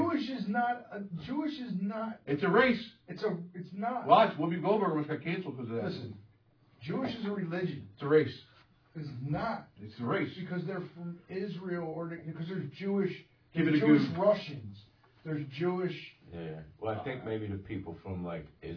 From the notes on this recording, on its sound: The audio is a little low on this one.